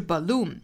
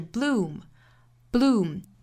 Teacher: them bloom for me andyou。这句话里呢有一个小的要点哈，就是 bloom 这个词。同样是两个辅音连缀在一起，发成 b l b bb，不要发成 bl，应该是 b，两个辅音连缀，很快过渡到后面的 u 的长元音上 · Shown in: second take